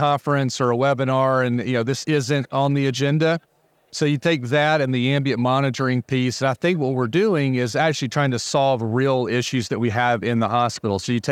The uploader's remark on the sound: Heard LIVE from the floor of Becker’s